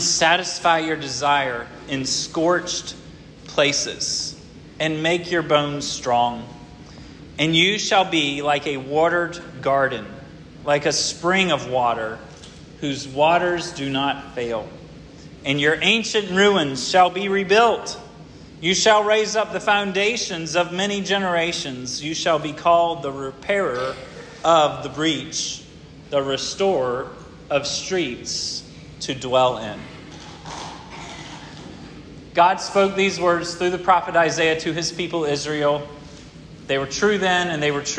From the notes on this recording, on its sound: This sermon was preached at Hope Fellowship